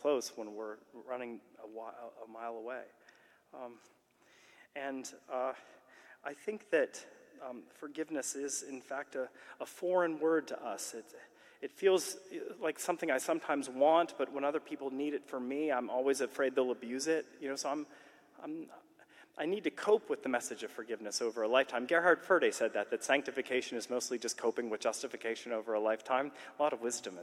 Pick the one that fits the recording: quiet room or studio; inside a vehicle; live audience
live audience